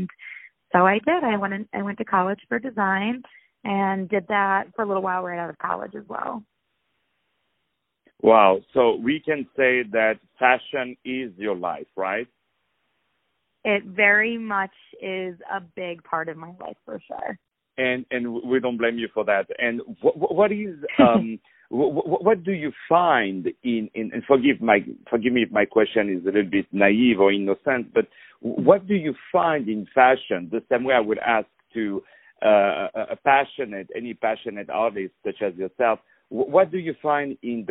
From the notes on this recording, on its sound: On the phone.